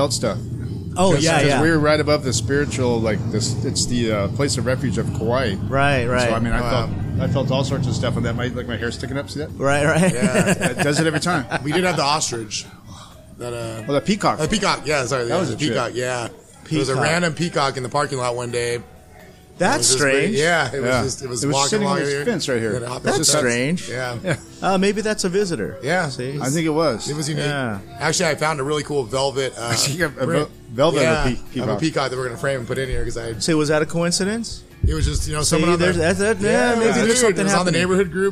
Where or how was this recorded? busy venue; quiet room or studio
busy venue